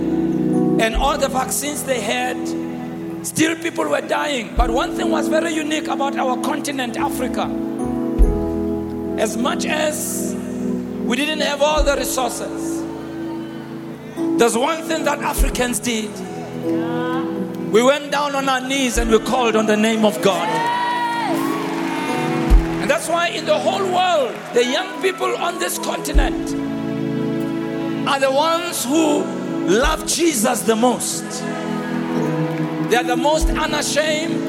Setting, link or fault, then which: setting, live audience